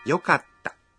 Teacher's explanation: Para pronunciar yokatta, faça uma pausa depois de ka.